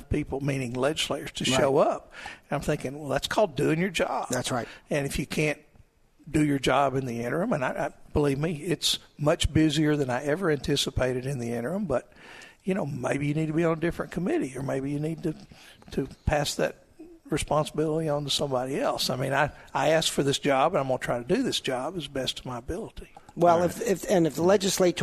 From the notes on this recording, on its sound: Live at the State Capitol for Filing Day